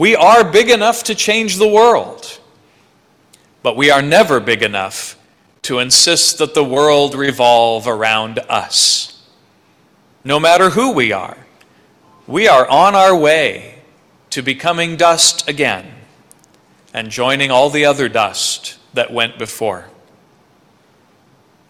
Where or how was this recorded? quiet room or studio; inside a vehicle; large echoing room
large echoing room